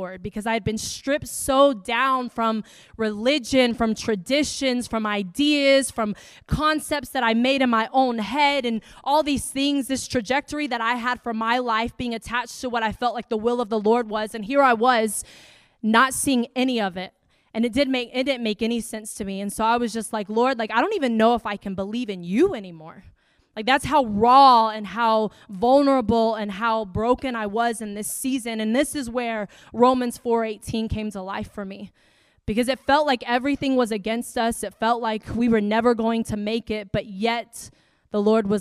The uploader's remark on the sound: preaching at the Deeper Conference hosted by Home Church in Long Island, NY.